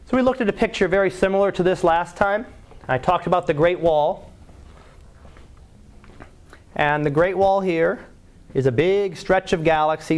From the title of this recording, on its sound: Live Class Lecture